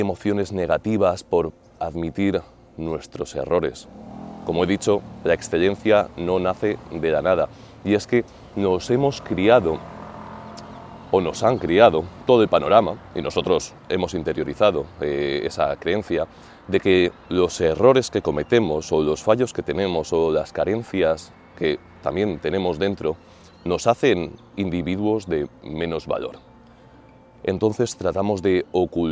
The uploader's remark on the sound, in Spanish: grabado frente al Coliseo, en pleno centro de Roma